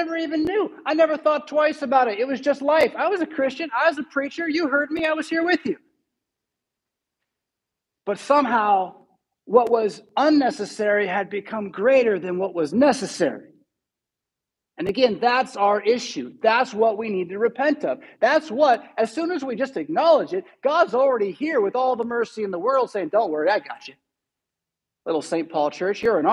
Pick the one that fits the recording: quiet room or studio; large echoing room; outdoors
large echoing room